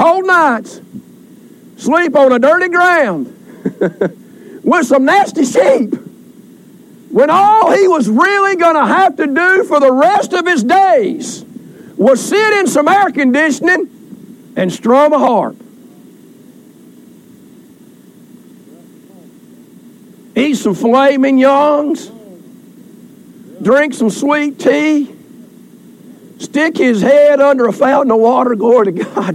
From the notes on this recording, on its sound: Recorded during Family Day outdoor service